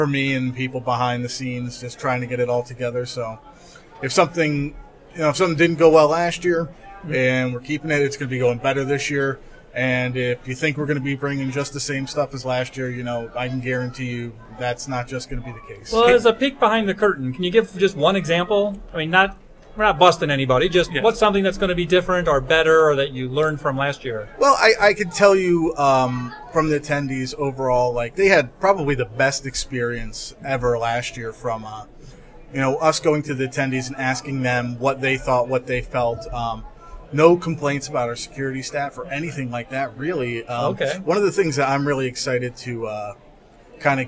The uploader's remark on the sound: Zipcon 2017 Street Interviews. The Action Comedy Nerd Show live show appeared at Zipcon 2017 at the University of Akron.